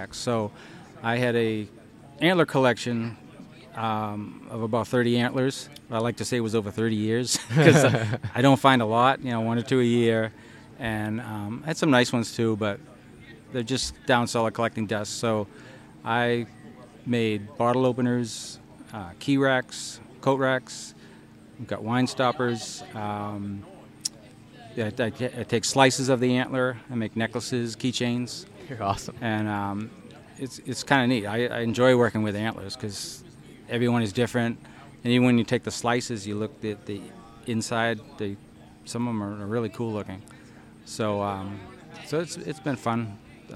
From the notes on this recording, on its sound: podcast proudly recorded at HUNTSTOCK 2023